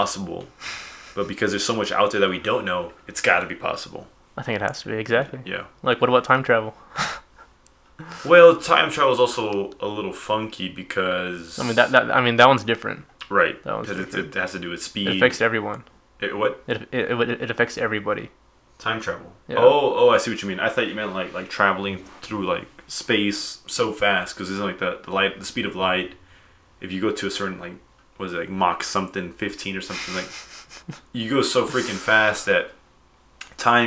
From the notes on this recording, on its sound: Audio got a bit wonky in the studio, my bad.